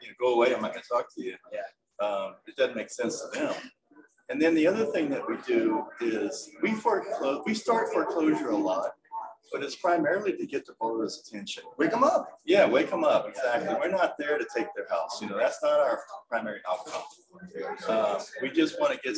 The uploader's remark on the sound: Live from Las Vegas - Paper Source Conference